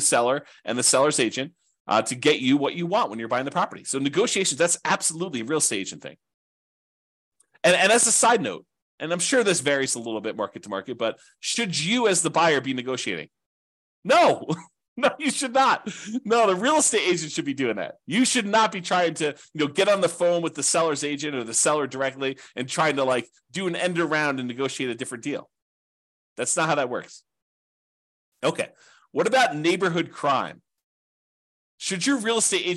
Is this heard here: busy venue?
no